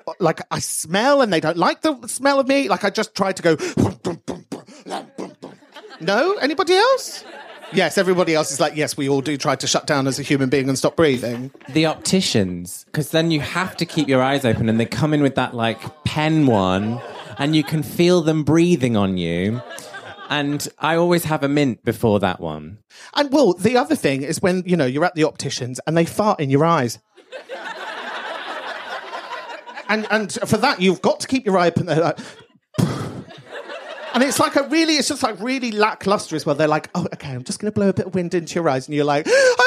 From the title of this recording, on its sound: ATT LIVE IN MANCHESTER